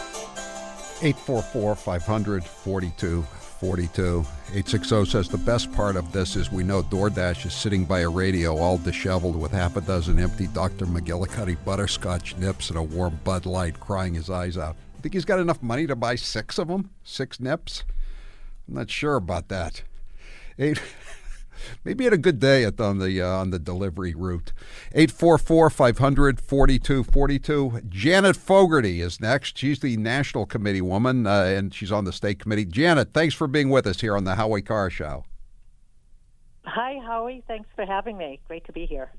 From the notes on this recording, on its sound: A handful of his favorites call in to make their case.